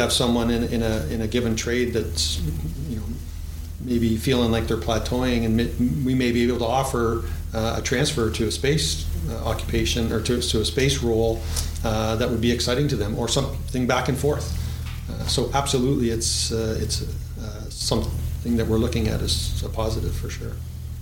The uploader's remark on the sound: In this podcast recorded at the CASI ASTRO 18 conference in Quebec City.